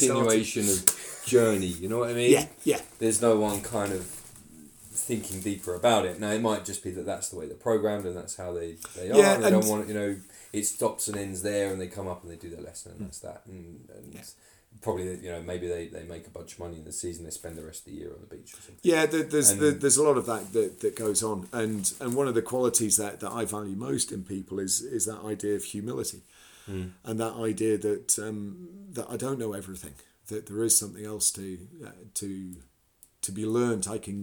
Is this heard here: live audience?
no